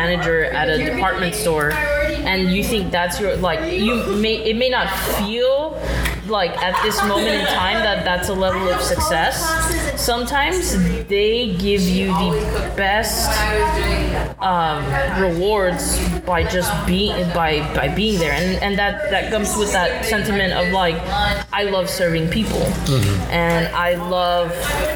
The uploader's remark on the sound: If it sounds like the episode was recorded in a coffee shop, it's because it was.